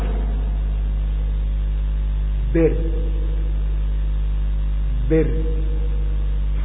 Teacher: إن كان الطرف اللسان تحت بر بر، يصطدم ثم يعود، يطرق طرقة طرقة تكرير واحدة، يطرق سقف الفم بطرقة بر ويعود · Term: الراء